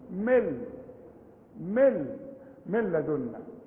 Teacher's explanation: اما النون اللي بعدها لام ما تنطقهاش، اكتبها وما تنطقهاش